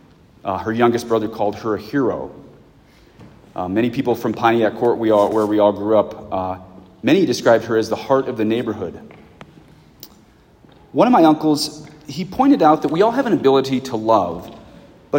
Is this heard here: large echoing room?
yes